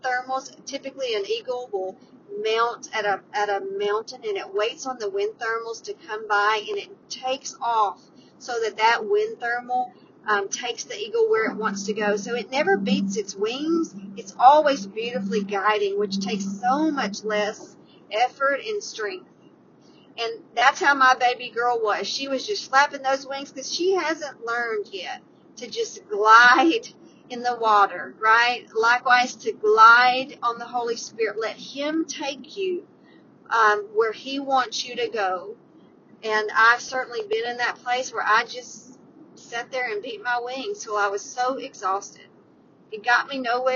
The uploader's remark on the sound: Today's 320 Podcast was recorded on the road, so enjoy riding with me.